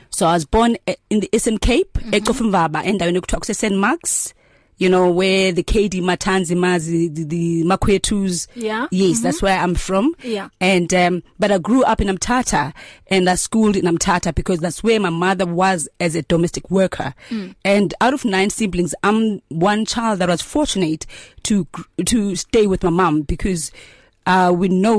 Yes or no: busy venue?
no